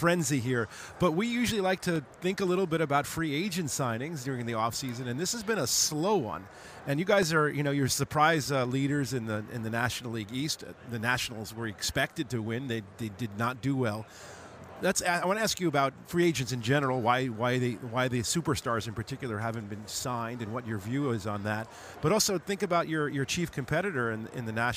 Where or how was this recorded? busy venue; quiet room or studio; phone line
busy venue